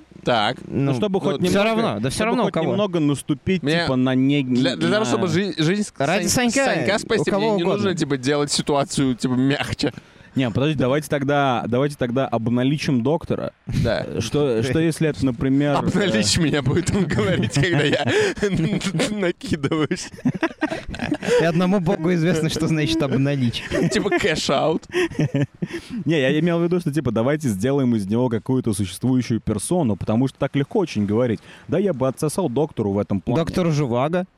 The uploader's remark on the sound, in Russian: Мы не будем бесконечно записываться на пляже